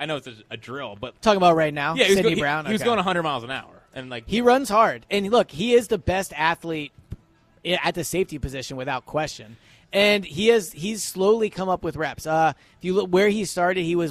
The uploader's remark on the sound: Live at Lincoln Financial Field, reacting to the Eagles only open practice of the season.